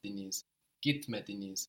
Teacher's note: the T becomes a D again because it's coming after a vowel.